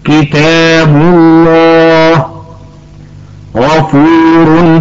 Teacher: ألم تلاحظي أن مقدار المد حركتان · Term: المد الطبيعي